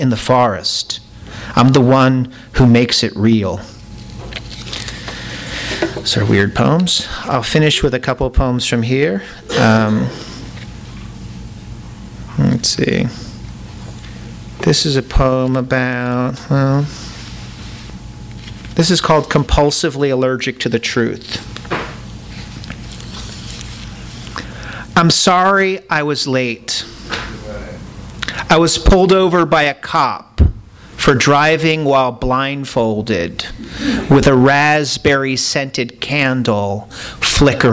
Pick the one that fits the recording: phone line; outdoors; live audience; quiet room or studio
live audience